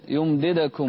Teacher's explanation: أسكن الدال لا تضمها